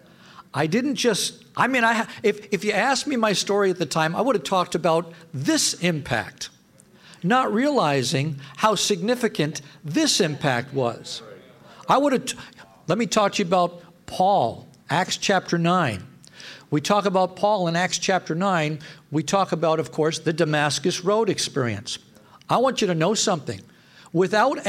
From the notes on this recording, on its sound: Session 1 from NRP's 2022 Winter Leadership Conference